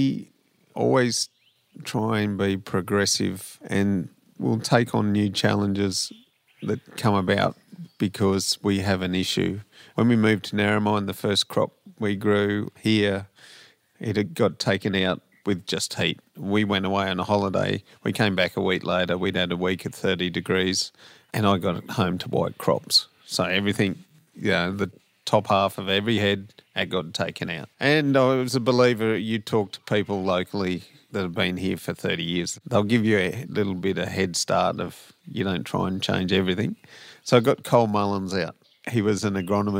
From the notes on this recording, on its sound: Outside on the verandah at “Wirrigai” to have this chat.